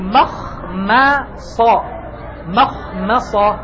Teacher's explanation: الميم في مخمصة واقع بين حرفين مفخمين، الأول خاء والثاني نفس الكلام، إن لم تعتني ستقول مخمصة مخ ما ما ما، أصبحت مفخمة، وأنت تحتاج أن تقول مخ ما ص مخ ما ص، هذا أيضا محل تنبيه لأن واقعة فتحتاج إلى انتباه، وهذا مثال، ولو تأملت في الكلمات القرآنية ستخرج بعشرات الأمثلة.